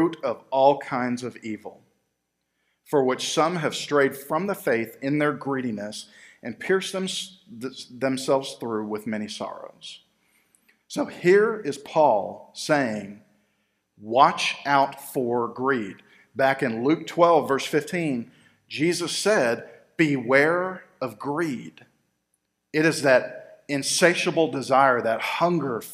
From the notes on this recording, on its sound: Recorded live at Freedom Fellowship Church in Tontitown, Arkansas